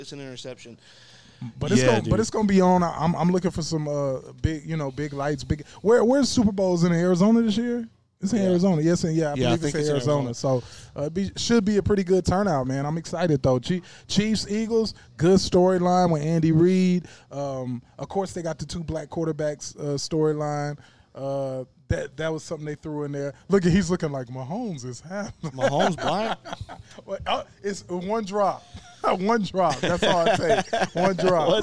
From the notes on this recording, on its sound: ON LOCATION AT BROOMELLI BOYS PIZZERIA!!